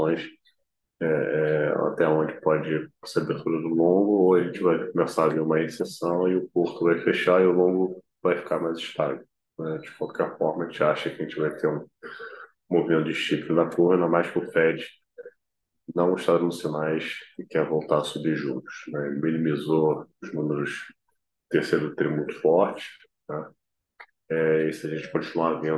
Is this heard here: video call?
yes